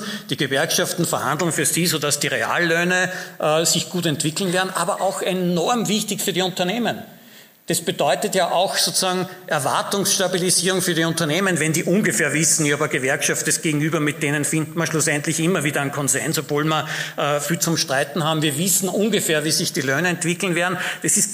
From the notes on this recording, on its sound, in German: Die Aufzeichnungen dazu entstehen bei den Live-Veranstaltungen zur Direktwahl.